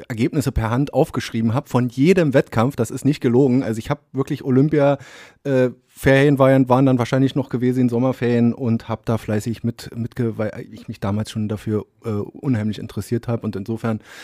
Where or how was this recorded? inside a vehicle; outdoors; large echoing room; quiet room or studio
quiet room or studio